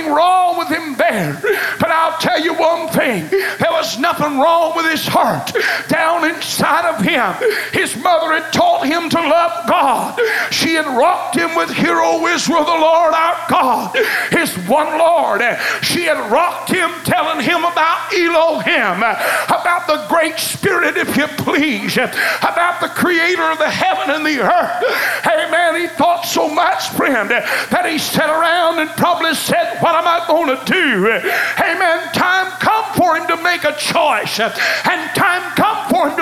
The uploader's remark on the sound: The Best Choice is an excerpt taken from Choices which was preached at First Apostolic Church, January 19, 1993.